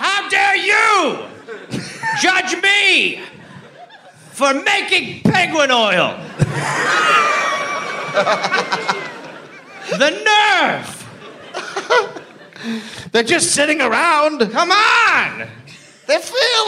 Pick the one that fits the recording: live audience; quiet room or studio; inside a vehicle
live audience